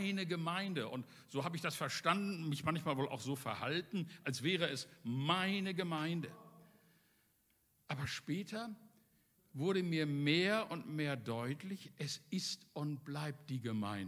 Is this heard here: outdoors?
no